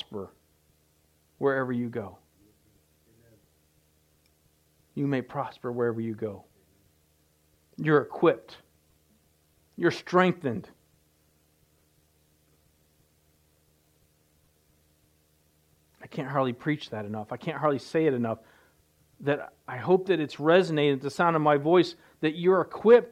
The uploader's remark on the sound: recorded Live at The River Worship Center, Warsaw Indiana